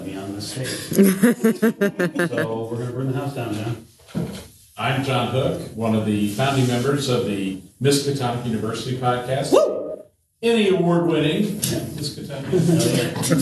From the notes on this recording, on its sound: Through a covert audio recording we're happy to bring you the Podcast & Streaming panel from ChaosiumCon 22' !